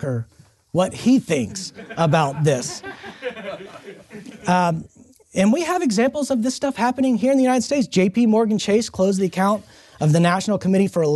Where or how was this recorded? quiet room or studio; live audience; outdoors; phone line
live audience